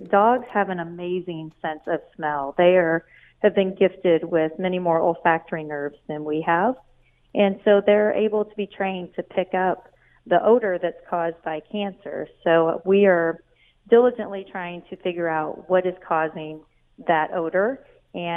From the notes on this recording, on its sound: opens the phone lines